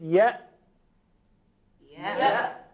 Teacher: تارای صوتی بسته میشه، جلوی عبور هوا رو کاملا میگیره. · Term: همزه